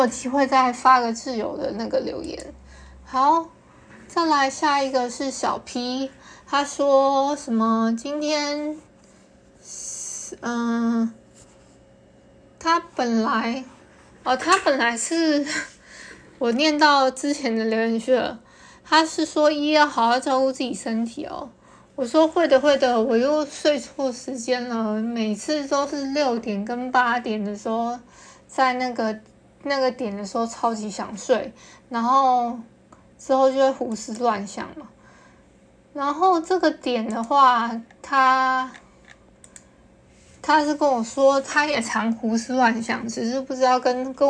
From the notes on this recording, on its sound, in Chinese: 因為用手機錄製的關係，就當設備休息一下吧！音檔不會重調的。